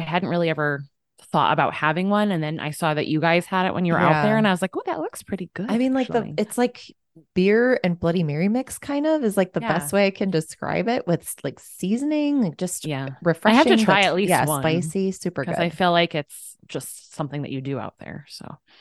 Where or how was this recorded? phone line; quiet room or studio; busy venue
quiet room or studio